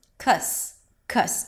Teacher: here it's not the ah as in father, so it's not cos, it's cus, cus. A cup sound is like a stressed schwa. · IPA: ˈkʌstəm